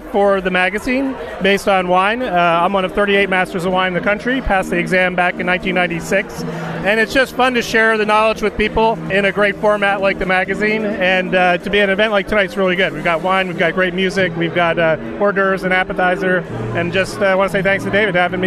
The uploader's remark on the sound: LIVE from the Launch Party of Issue No 4